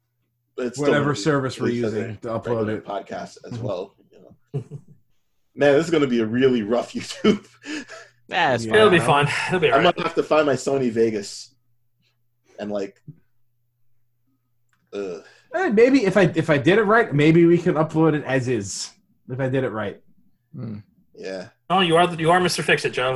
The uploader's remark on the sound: We're in the middle of lockdown central. This is the audio recorded from a video session we did, so you'll hear references to visual stuff.